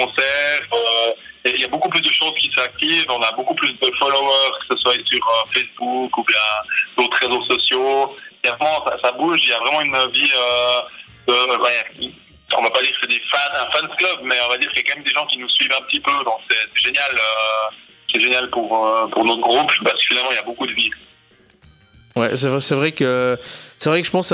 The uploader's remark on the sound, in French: Interview (par téléphone). La technique ne nous remercie pas et le studio est resté dans son jus !